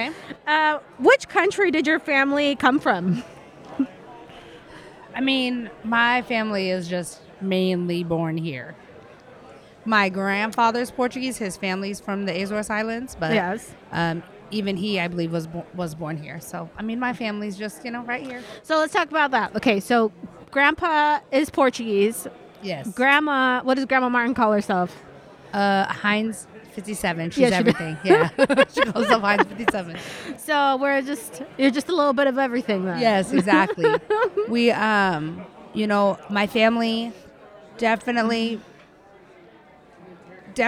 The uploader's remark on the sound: LIVE at Lodi Comic Con 2022. In this special live episode.